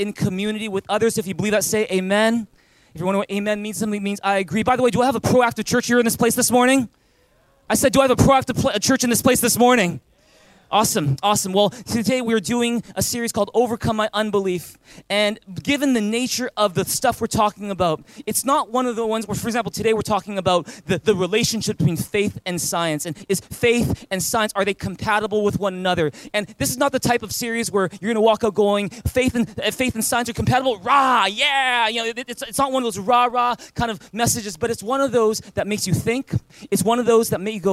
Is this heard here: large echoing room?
yes